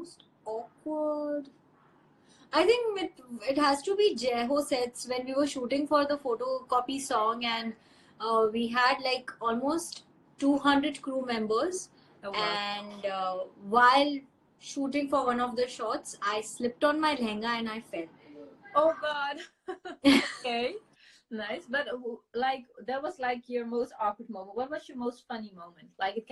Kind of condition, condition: link, video call